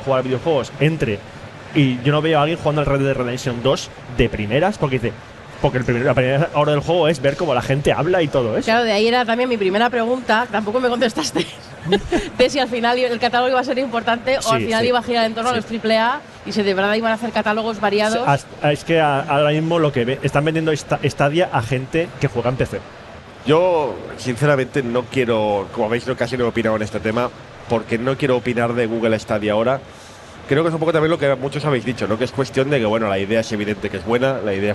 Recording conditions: busy venue